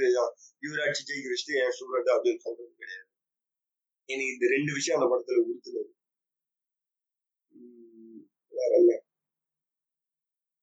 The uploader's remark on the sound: Sorry for the very very poor audio quality.